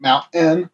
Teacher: The glottal stop is where you use the back of your throat to stop the air for a T, like mountain.